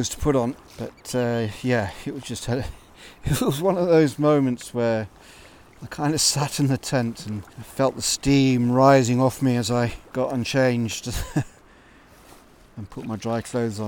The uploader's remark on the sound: I recorded this live while sea kayaking up the west coast of Scotland. Paddling Into Loch Torridon.